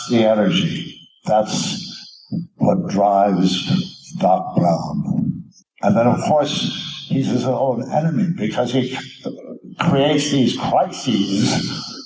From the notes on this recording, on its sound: May be a little rough around the edges but is, hopefully, still enjoyable.